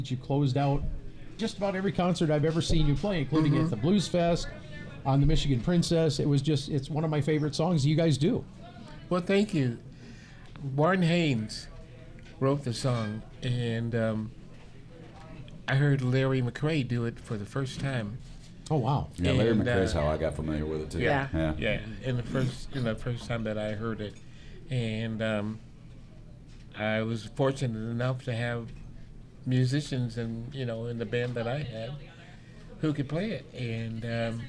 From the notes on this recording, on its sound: This episode of Time Signatures was recorded live at Moriarty's in Lansing, Michigan.